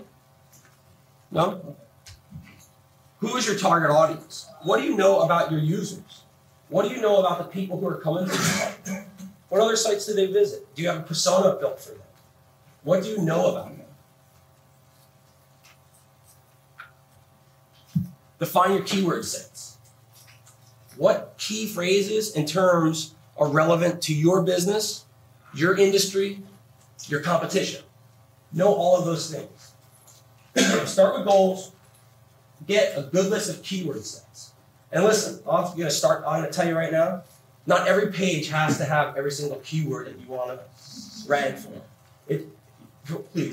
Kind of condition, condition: fault, poor sound quality